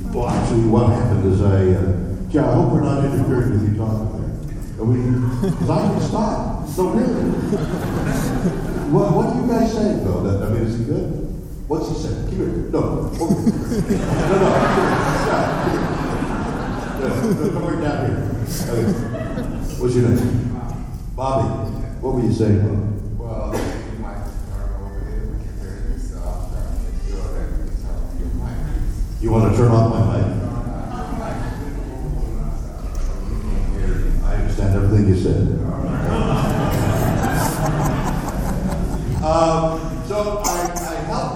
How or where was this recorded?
live audience